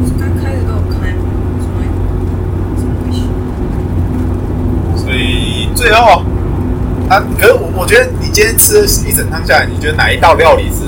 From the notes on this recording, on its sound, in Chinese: 這次在車上錄音的，所以音質很差